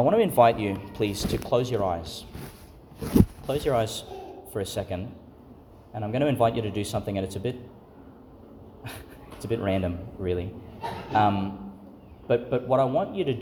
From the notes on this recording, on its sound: Homily for the Solemnity of the Nativity of Jesus Christ (Vigil) , delivered at St Patrick's Church, Calliope, Qld.